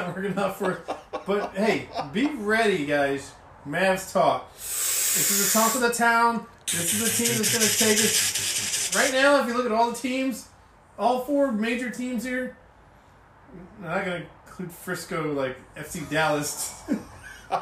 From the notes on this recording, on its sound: Nose wheezing is back again. Apologize and will work on another microphone.